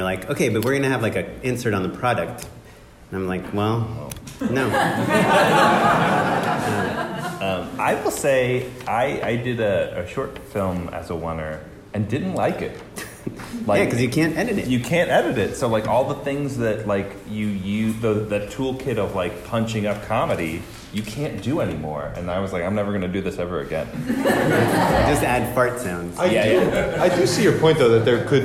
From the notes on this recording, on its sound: Our winter Live Show has finally arrived!